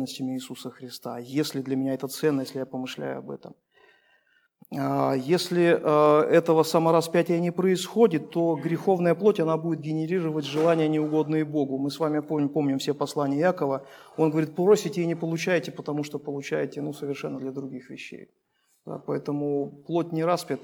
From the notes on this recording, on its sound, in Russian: Полная запись богослужения